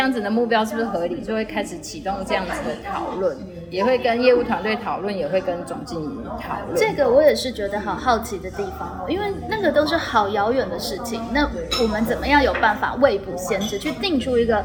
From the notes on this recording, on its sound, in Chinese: 本集錄音現場環境較為吵雜，但內容精彩難以割捨，因此已盡量作最大降噪的處理